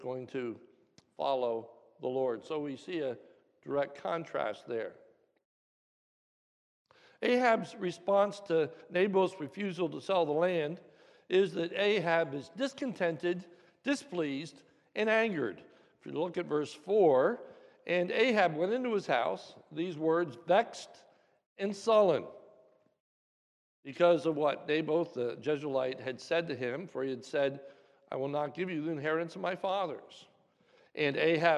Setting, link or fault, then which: setting, large echoing room